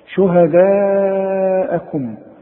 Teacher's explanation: الالف، شوف في الف عليها شرطة عريضة كده وبعدها همزة، يبقى مدام عندي مد وبعده همزة يبقى لازم امد المد ده ايه اربع حركات . شهداءكم، وشهداءكم بتنتهي بميم، والكلمة الاخرى بتبدأ بميم، بيحصل ادغام